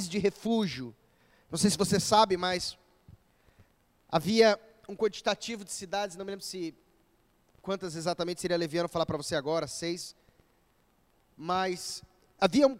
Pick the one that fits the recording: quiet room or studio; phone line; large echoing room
large echoing room